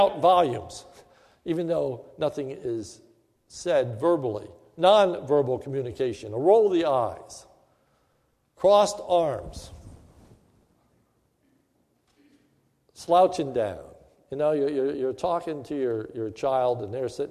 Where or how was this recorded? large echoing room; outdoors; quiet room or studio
large echoing room